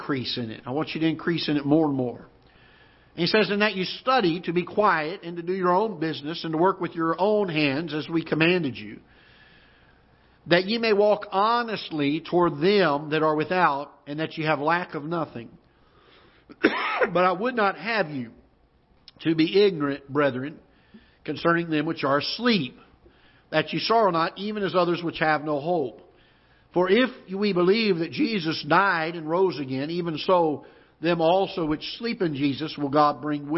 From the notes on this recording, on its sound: Ketha Heights Baptist Church ~ Live Broadcast.